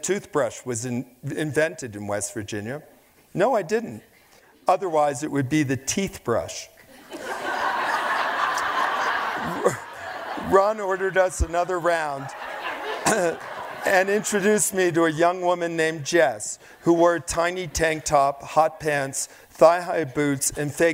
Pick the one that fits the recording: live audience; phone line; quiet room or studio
live audience